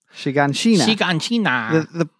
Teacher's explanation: The problem is you don't put any accent on any syllable.